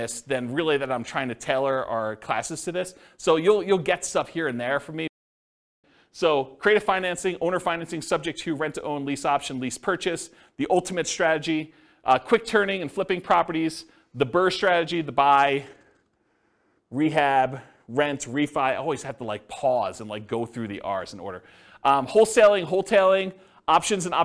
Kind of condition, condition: setting, live audience